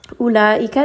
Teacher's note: this is a four-count mad